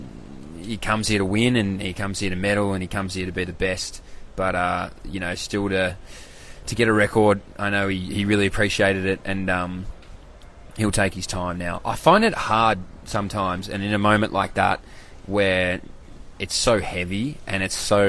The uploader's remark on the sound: LIVE AT THE WORLD CHAMPS